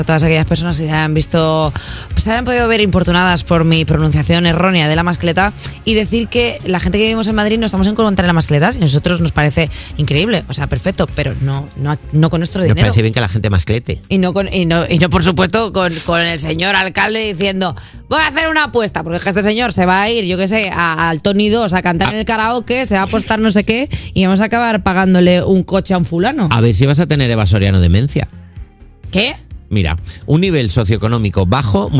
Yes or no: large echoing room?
no